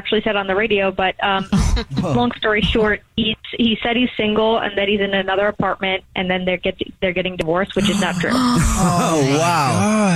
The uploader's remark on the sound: The woman on the phone has a Dirty Little Secret.